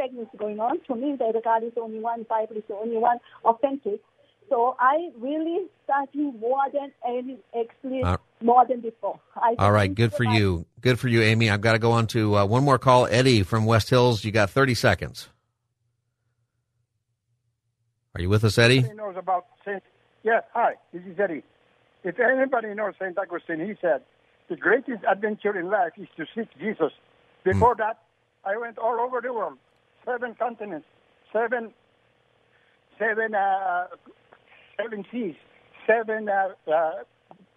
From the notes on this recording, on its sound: Asks his listeners to call in and give perspective on their interest in the bible.